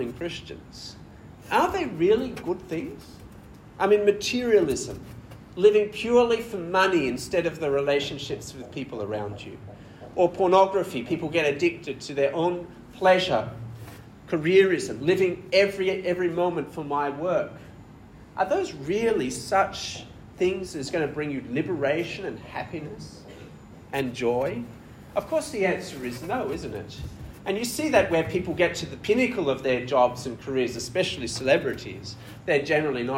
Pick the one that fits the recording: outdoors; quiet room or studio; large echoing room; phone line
large echoing room